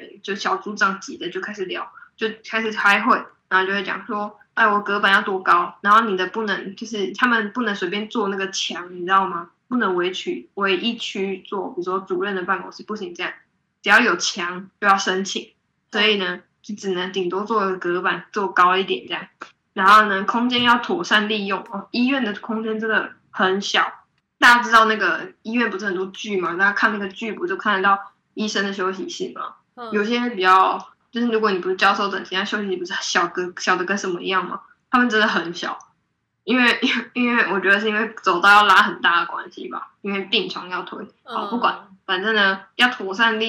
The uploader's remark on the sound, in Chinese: 我們的第一次遠端錄音，超弱